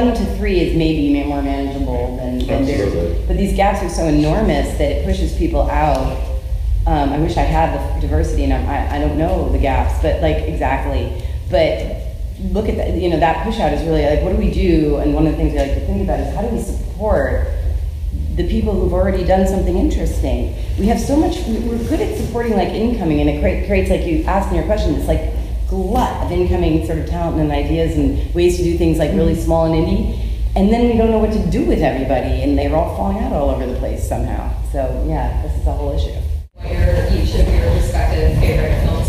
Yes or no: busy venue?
yes